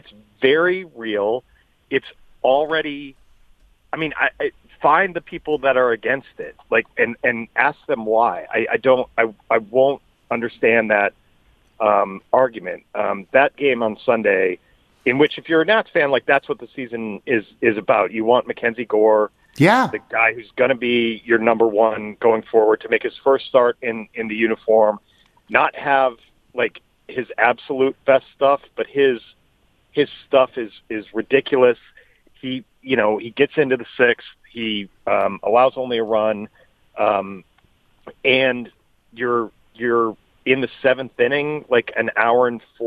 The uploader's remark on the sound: Calls in from Augusta. Phones in from Houston.